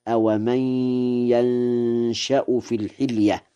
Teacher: قوله تعالى: أومن ينشأ في الحلية، قرأ ورش ينشأ في الحلية بفتح الياء وإسكان النون وتخفيف الشين مع الإخفاء من نشأ، لازم مبني للفاعل فيقرأ هكذا: أومن ينشأ في الحلية.